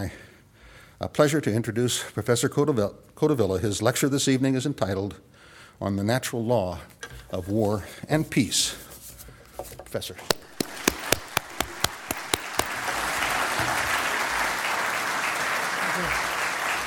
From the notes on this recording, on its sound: Audio recording of a lecture delivered on April 19, 2017.